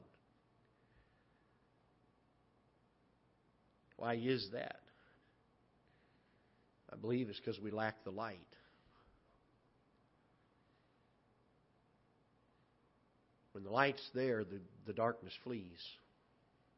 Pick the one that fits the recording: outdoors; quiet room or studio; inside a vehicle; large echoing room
large echoing room